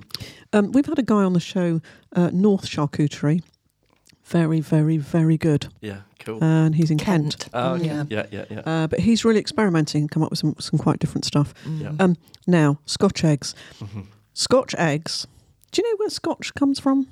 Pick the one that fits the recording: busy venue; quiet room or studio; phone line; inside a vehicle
quiet room or studio